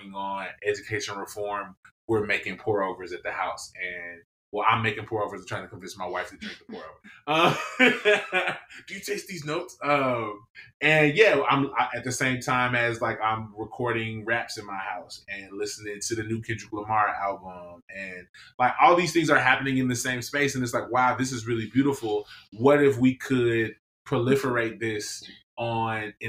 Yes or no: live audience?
no